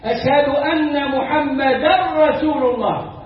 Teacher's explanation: أشهد أن محمدا رسول الله، ولا تقل محمدا، لأن هنا تنوين بعده الراء إدغام كامل بغير غنة. أشهد أن محمدا رسول بالسين، بالسين، وأؤكد بالسين.